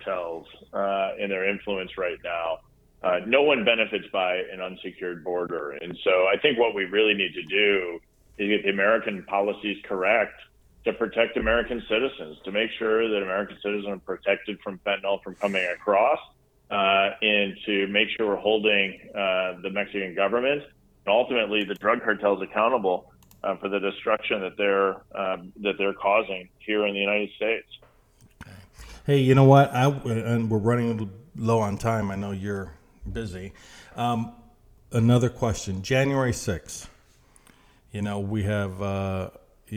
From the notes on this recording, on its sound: I spent some time on the phone